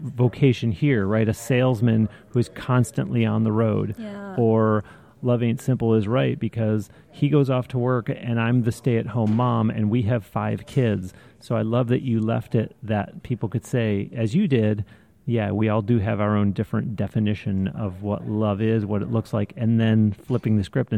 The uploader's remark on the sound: This episode was recorded on-location in Anaheim, California, at the NAMM Show, where she had just performed.